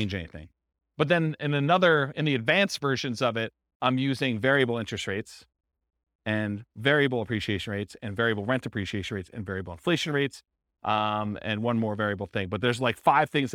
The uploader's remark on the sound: This was a live class recorded